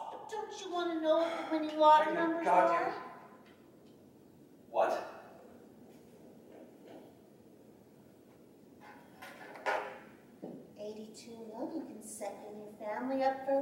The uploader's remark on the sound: In our first ever live show. LIVE from BransonCon 2019. Our first experience in recording a live podcast episode came with some learning challenges and curveballs: sound equipment left much to be desired. Branson, Missouri.